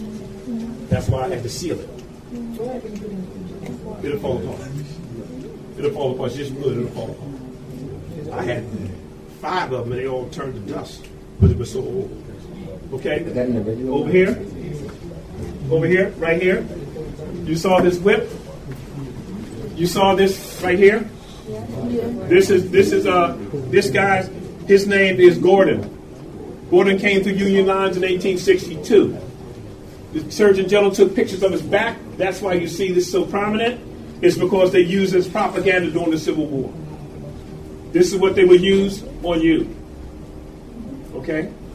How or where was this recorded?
busy venue